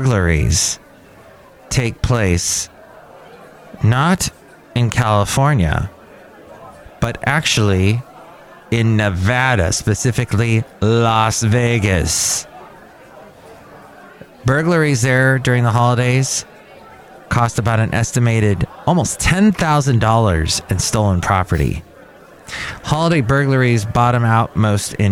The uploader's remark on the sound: podcasts live from Cafe Anyway